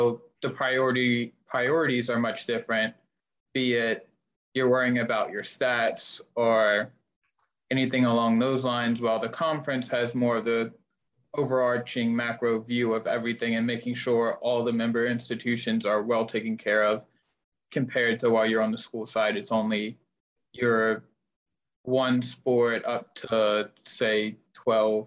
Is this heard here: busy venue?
no